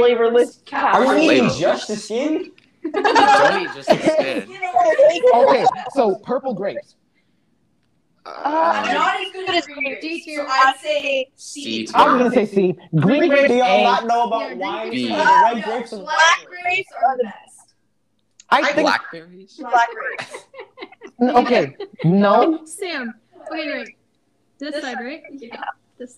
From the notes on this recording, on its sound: POOR AUDIO QUALITY ALERT. This was the most chaotic of the episodes.